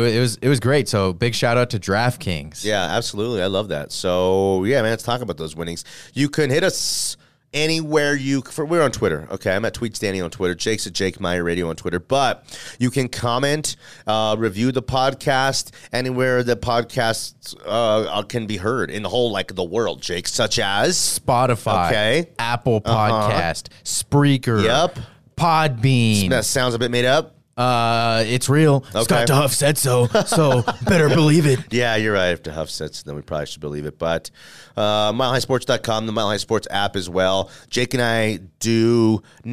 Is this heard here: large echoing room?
no